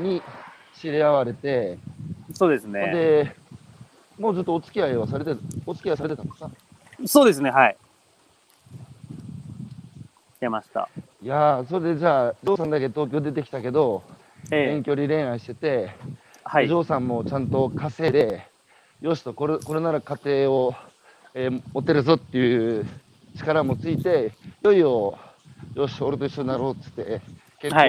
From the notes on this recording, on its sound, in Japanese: 八代海に浮かぶ、鹿児島県最北端の小さな島「獅子島」。歩きながら1時間、対談する。